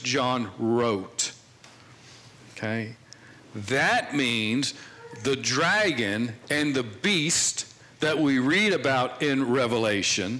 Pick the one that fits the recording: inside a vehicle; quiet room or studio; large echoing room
large echoing room